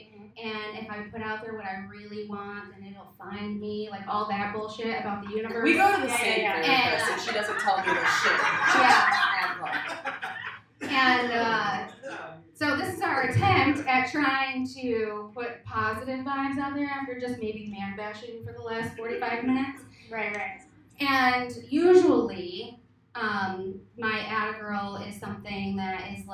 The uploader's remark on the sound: Live at The Independent Comedy Club.